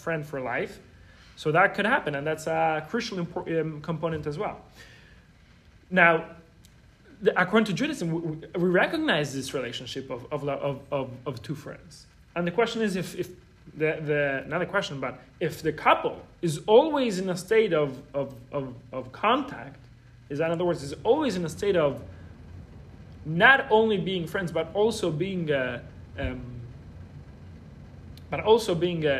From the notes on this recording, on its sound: This episode is a recording of Lesson 3 of the Wednesday Night Torah class at YJP, a JLI course about relationships, marriage, and intimacy.